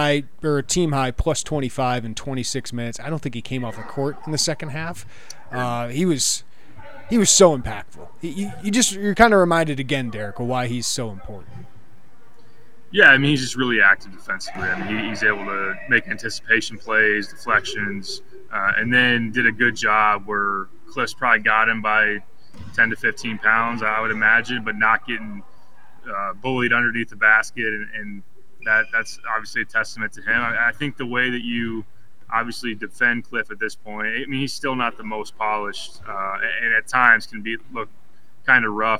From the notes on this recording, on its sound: live from Jersey Mike's Arena